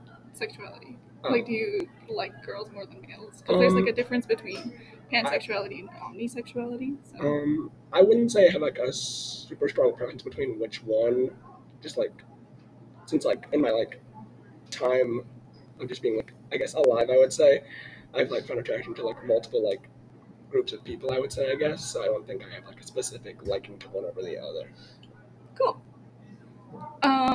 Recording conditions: sounds in the background